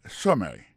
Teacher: accent tombé sous première syllabe · Term: accent tonique